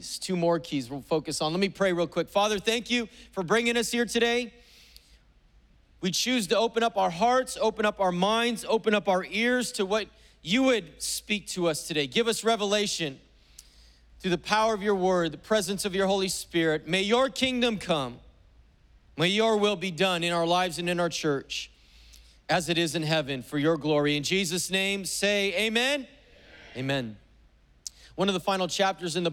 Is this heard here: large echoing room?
yes